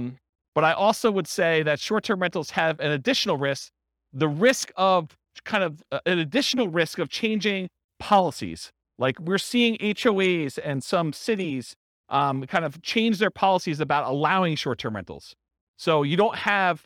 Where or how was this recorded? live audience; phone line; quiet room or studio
live audience